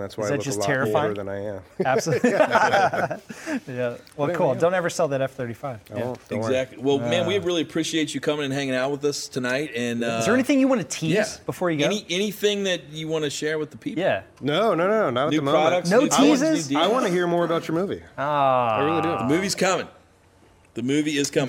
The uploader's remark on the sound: In front of a live audience. Bring on members of the audience.